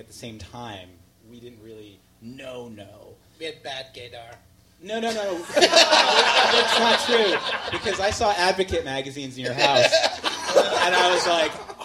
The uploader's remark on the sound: Live Podcast Taping from Brooklyn. This special episode taped live at Union Hall in Brooklyn.